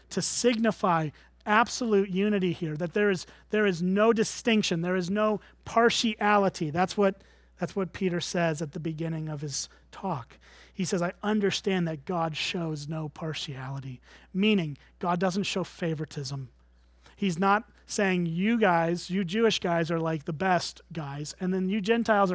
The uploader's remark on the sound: at Springbrook Church in Antigo, WI